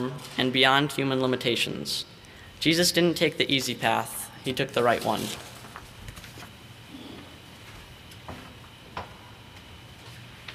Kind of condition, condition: setting, large echoing room